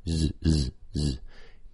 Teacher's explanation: So if a Z sound is made normally with your tongue curling up towards your gum ridge behind your upper front teeth, the Z symbol that we're going for here is tends to be made with your mouth a little bit more closed and a little bit more of the middle of your tongue also arching up. So Z, Z, Z just makes it a little bit more closed, changes the nature of the buzziness a little bit.